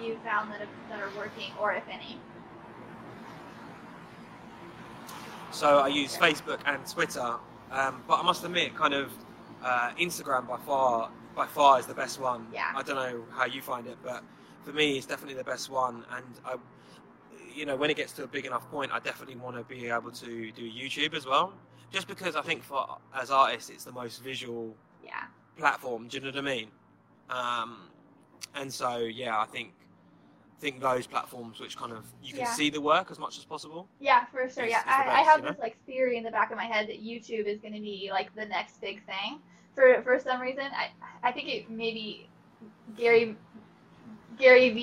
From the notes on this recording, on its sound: You’re going to hear a little background noise in this episode so please excuse that. We recorded this mid-day at 2:00pm UK time, which was 8:00am central Midwest. Take a break from filming to hop on this interview.